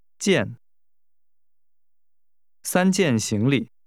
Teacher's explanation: The measure word for luggage is pronounced with a falling tone.